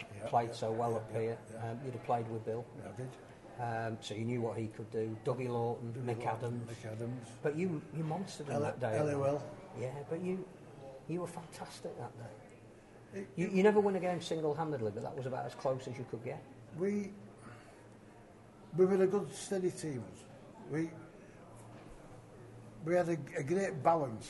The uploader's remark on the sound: We were live at Headingley